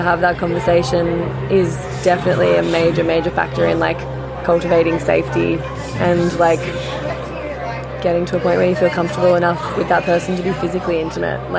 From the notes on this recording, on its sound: Interviews with festival goers of Comfort Creek festival where I set up a LIVE interactive version of The Labia Lounge for the first time ever! Along with various passers by that came to check out what this big velvet p*ssy couch was all about.